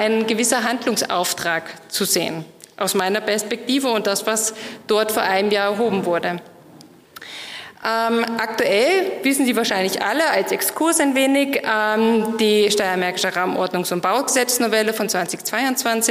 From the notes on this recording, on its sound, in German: Die Aufzeichnungen dazu entstehen bei den Live-Veranstaltungen zur Direktwahl. Heute gibt es eine spannende Keynote.